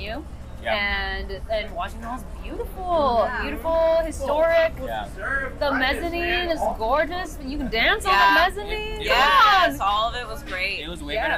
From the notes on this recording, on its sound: We brought a mic around Cal Anderson Park across the street from Centruy Ballroom and talked to dancers in their down time.